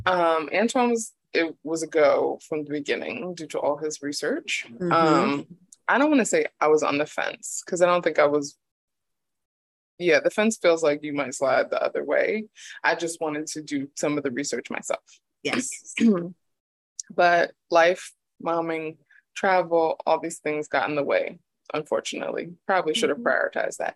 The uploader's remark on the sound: we test out Zoom podcasting for the first time